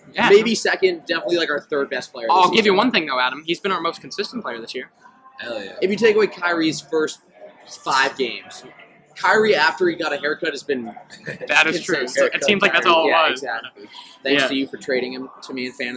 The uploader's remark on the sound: The boys travel to The Palm Restaurant in Boston